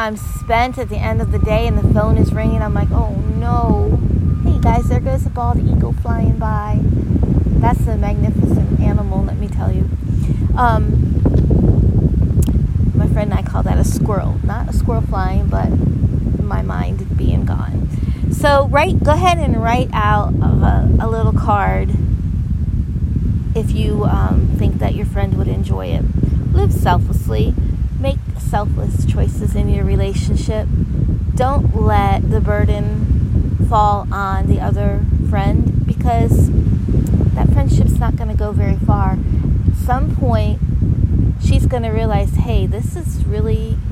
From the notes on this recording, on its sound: Live from the windy Gulf Shore of swfl today (I apologize for the disturbing wind sound; I won’t podcast from there again!).